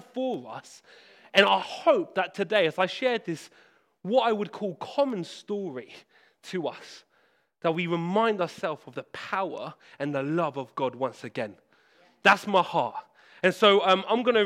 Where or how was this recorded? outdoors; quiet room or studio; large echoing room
large echoing room